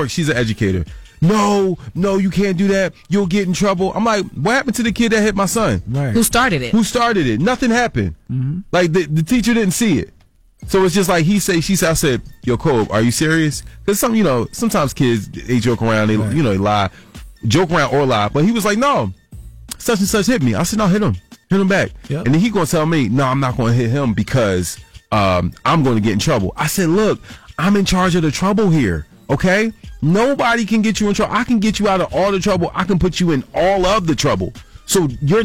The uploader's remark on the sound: Some listeners called in to share their teaching methods.